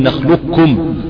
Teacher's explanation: نعم، ومعنى كلمة ومعنى كمال الإدغام إدخال القاف في الكاف إدخالا كاملا بحيث لا يظهر شيء لا من صفتها كالاستعلاء أو القلقلة وغيره. الثاني الإدغام الناقص ومعناه بقاء بعض صفات القاف كالاستعلاء وزوال بعضها كالقلقلة. · Term: الإدغام الكامل